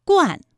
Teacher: 答案是惯，它的前鼻韵母是乌安